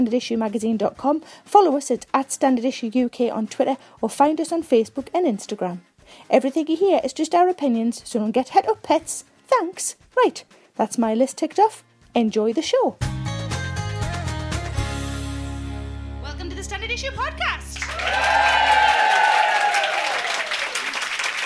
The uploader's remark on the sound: Recorded at the The Stand Comedy Club, Edinburgh on August 14, 2017.